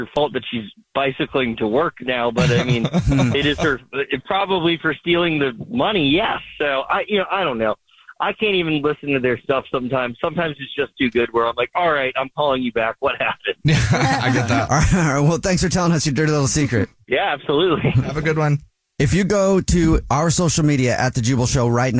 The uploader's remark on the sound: There is someone on the phone for this Dirty Little Secret.